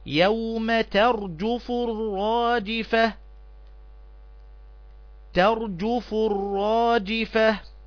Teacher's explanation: احذر من التكرير، يعني ما تقفش على الراء كتير وتقول يوم ترجف، لا، يوم ترجف الرادفة، ترجف الرادفة.